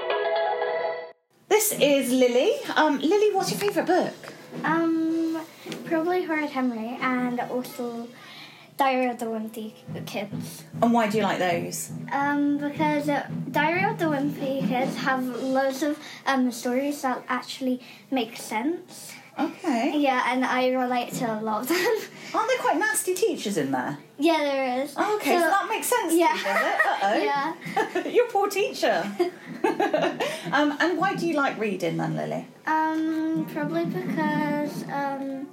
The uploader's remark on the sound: In this episode, we host a collection of guests who attended the St Cyres Open Evening. Please excuse the background rock and roll from the music department next door to our school library.